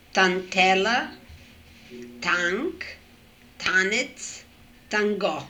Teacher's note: Alveolar nasals become velar nasals before velars.